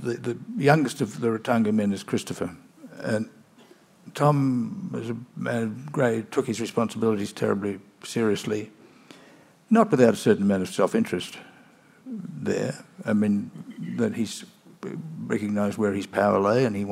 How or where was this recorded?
live audience